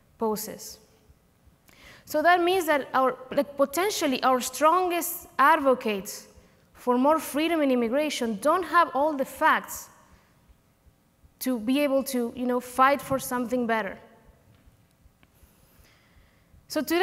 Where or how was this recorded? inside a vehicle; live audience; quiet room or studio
live audience